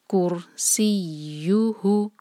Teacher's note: Next word ہے کُرْسِیُّهُ، کیف کا رو سے جوڑیں گے، رو یہاں بھاری ہوگا کیونکہ رو ساکن سے پہلے ضمہ ہے، تو کُر سی، سین جو ہے سی ٹی کی آواز کے ساتھ، اور یہاں پر یا پر شدہ ہے، تو ایک یا ساکن والا اور ایک یا ضمہ والا. تو ساکن والے یا کو ہم سین سے جوڑیں گے، سی اور پھر یا ضمہ، یو، کُر سی یو ہو.